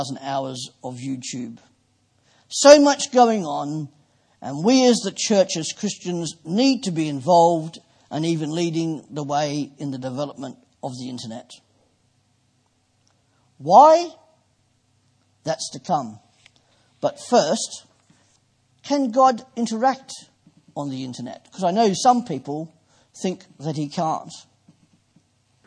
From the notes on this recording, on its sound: Preached at Poulner Baptist Chapel, 1st February 2015.